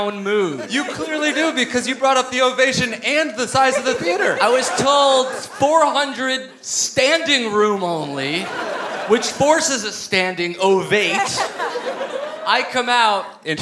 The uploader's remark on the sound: Live at the Gramercy Theatre in NYC!